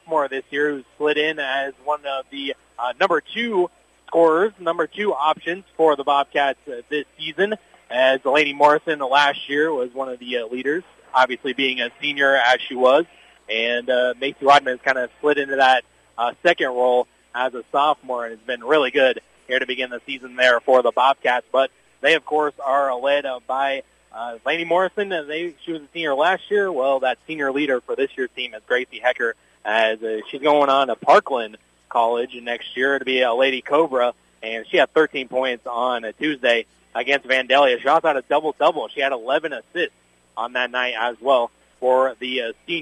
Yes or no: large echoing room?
no